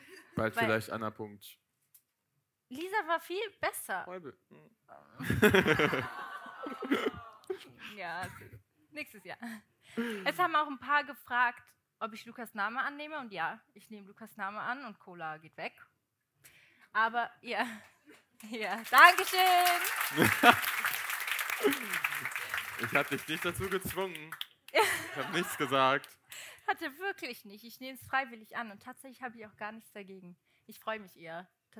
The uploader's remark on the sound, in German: Unsere erste Liveshow. Dass vorgestern unsere aller erste Podcast Live Show stattgefunden hat!! Wundert euch nicht, wenn es sich manchmal so anhört, dass wir lispeln ( das Mikrofon ist Schuld) & es ist alles LIVE.